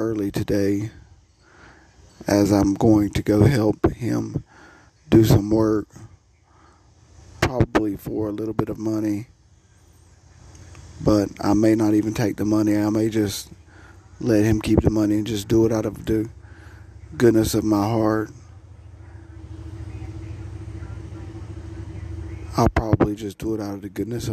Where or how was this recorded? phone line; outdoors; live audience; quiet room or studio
outdoors